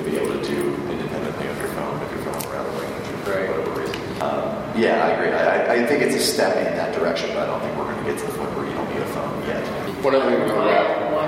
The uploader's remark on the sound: NB: we had no control over the recording process. The audio is not great.